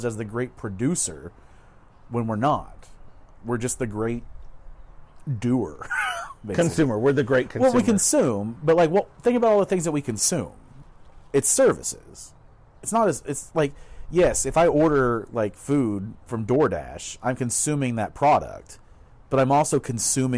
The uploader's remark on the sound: They’re out on the patio today talking politics! The audio quality is a bit lower than normal due to the outdoor recording.